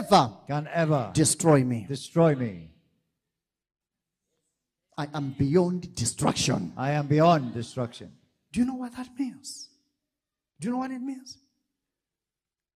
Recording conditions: large echoing room